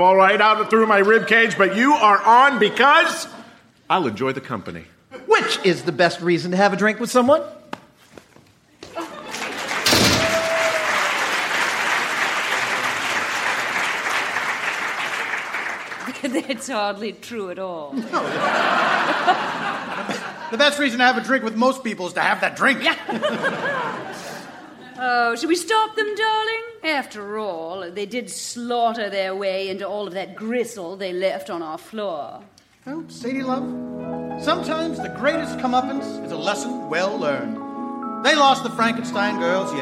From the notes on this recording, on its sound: Recorded Live 11/10/2014 at Largo, Los Angeles.